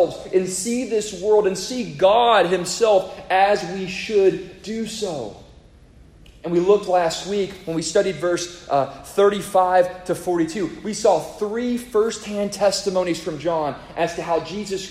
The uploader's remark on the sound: A sermon preached to the congregation of Lifeway Baptist Church -Edna, Texas-.